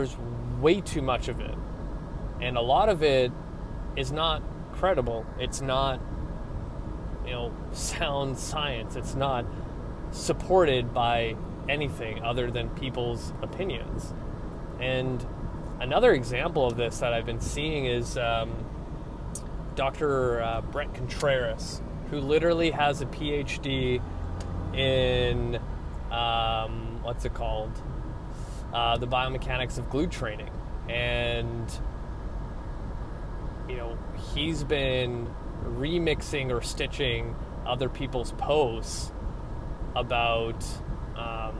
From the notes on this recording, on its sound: I jump back into my car vlog styled episode